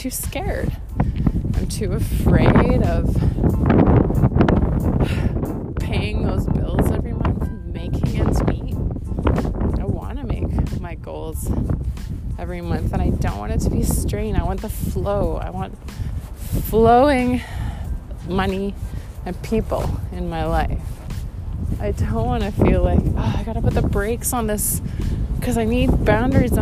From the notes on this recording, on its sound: Random ramblings while walking in miserable, windy, winter, dreaming of living in tropical paradise. Windy, winter walk.